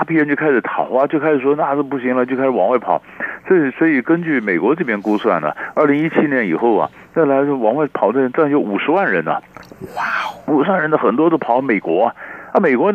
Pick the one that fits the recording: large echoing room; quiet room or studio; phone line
phone line